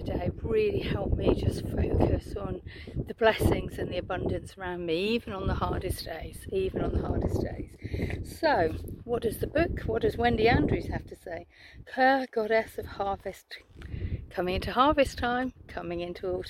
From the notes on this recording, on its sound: Taking some beautiful rest time in nature this week, so this weeks video comes to you from a beautiful vista.